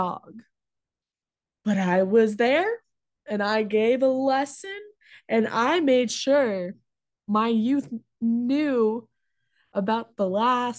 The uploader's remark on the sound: I do know that I do cough a lot as well as the bad wifi issues